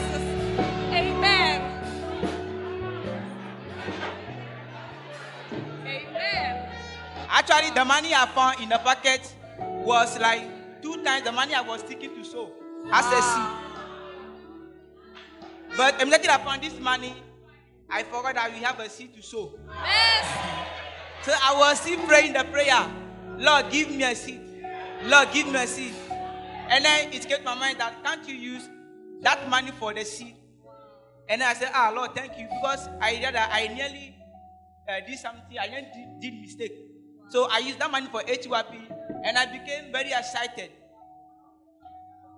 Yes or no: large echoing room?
yes